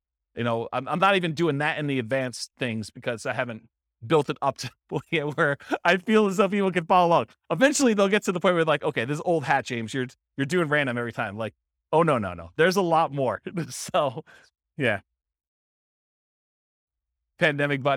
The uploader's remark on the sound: This was a live class recorded